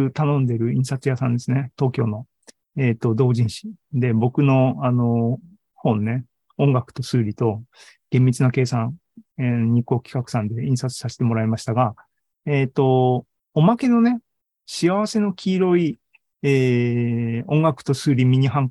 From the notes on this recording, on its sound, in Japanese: ZOOMライブの模様です